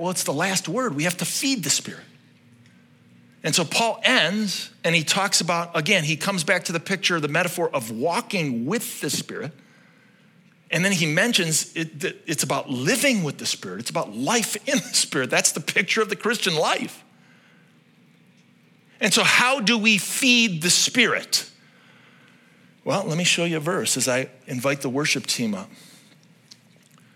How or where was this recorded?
large echoing room